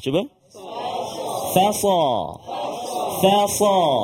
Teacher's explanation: Iaitu huruf fa, dia berada sebelum huruf sad. Jadi jangan terkesan ataupun terikut nak tebal huruf sad.